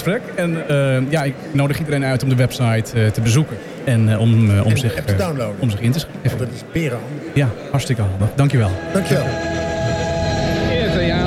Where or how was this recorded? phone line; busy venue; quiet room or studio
busy venue